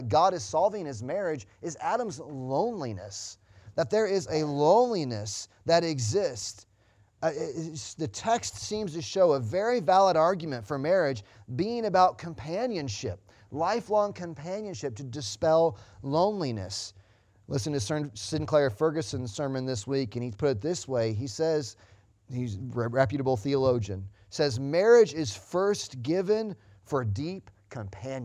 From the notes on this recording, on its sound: Sunday Morning Service Audio.